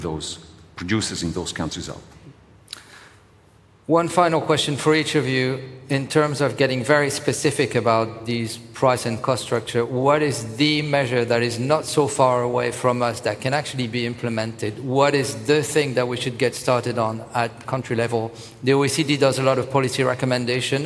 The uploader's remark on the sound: Recorded at Summit 22 — the Foundation's flagship annual event. This is third in a series of podcast episodes recorded at Summit 22 — the Foundation's flagship annual event — which brought together business leaders, policymakers, innovators, and global changemakers.